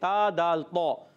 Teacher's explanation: زبان کا سرا اوپر کے دانتوں کی جڑوں سے، تا دال طا، زبان کی نوک نہیں سرا، تا دال